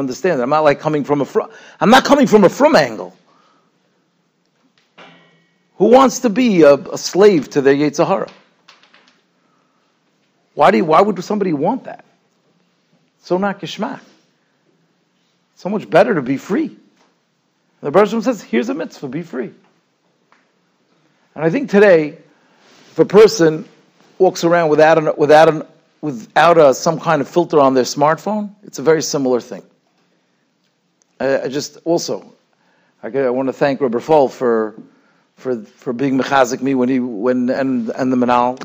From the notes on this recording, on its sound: Shiur recorded in Yeshivas Ohr Reuven, Monsey, NY.